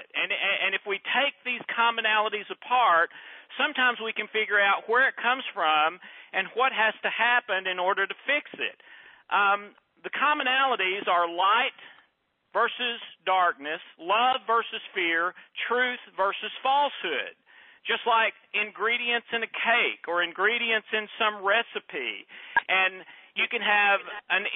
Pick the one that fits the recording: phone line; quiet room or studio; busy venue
phone line